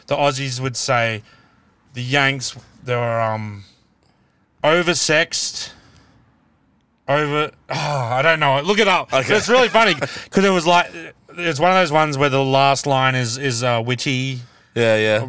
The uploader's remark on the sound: Two large men recording a podcast in a car!